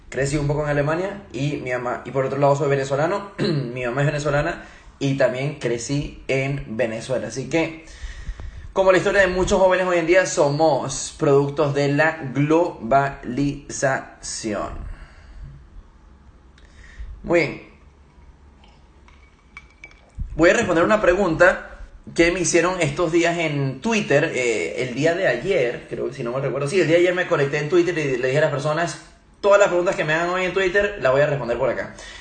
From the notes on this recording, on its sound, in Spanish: Primera sesión de preguntas y respuestas realizada por Instagram Live